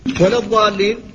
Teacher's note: هذا الخطأ في النطق. ولا الضالين كذلك لام ولا، ولا الضالين اللام التي في لا لا بد من التحفظ أيضا من تفخيمها، فهي عرضة لذلك لما بعدها من الحرف المطبق المستعلي وهو